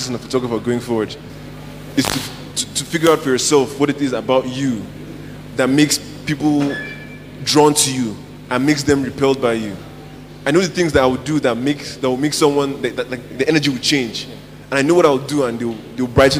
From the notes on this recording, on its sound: The main gist of this episode was recorded during my set at the Abuja International Photography Festival in front of a live audience made up mainly of photographers.